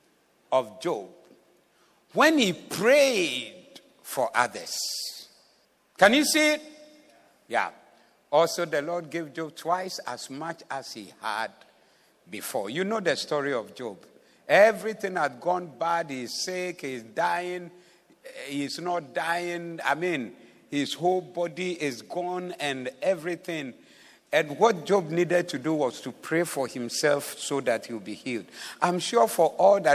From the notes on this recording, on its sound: Preached at the Zeloo Service on 03072022